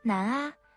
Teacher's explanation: 发完 n 之后舌头自然往上齿龈靠，听起来就像难哪